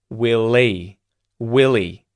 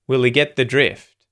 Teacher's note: you may notice H deletion. Will he becomes willie, willie.